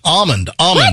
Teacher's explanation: See, I don't pronounce the L in almond.